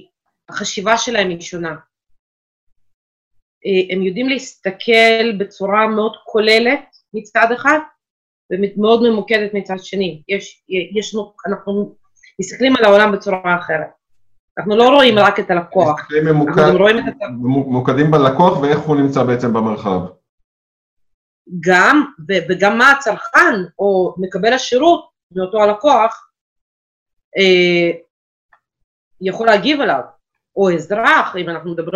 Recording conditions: video call